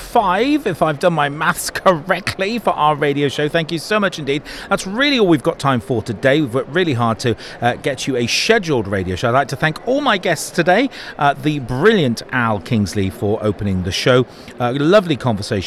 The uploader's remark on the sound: NetSupport Radio Saturday 25th Jan BETT2020. Our forth and final NetSupport Radio LIVE show from stand NL44 at BETT2020.